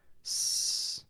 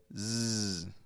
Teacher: And they do this because they want it to sound the way that it's spelled, like a s, no voice, just air · Shown in: first take · Term: without any voice